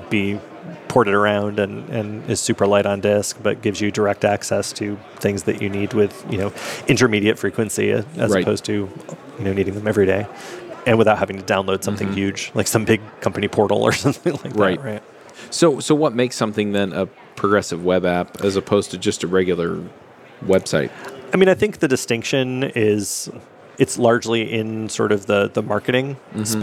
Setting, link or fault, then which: setting, busy venue